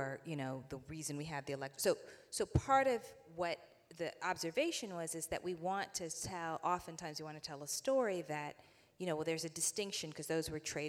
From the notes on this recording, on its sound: 2022 Va. Festival of the Book. Take center stage at this Festival headliner event.